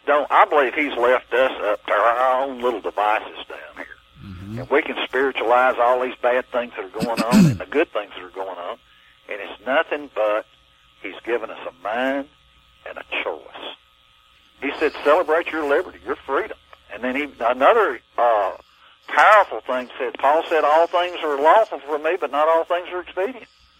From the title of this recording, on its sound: LIVE CALL